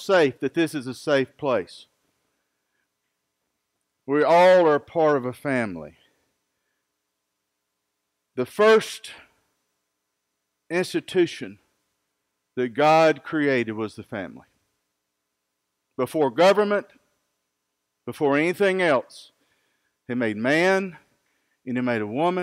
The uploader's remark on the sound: Recorded live at Freedom Fellowship in Tontitown, Arkansas